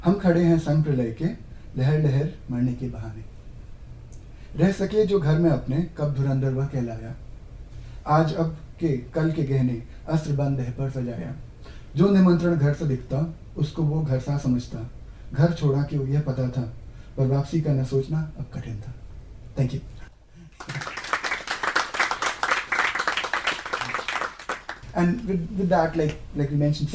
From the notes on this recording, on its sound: Stories and poetry from the UC PostGrad Students Association Open Mic Event